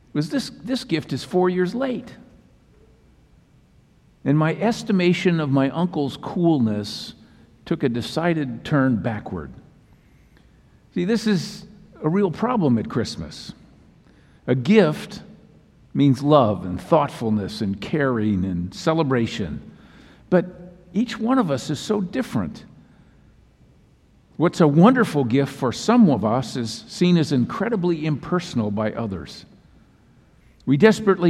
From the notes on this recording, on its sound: Message delivered during the 8PM Christmas Eve Service.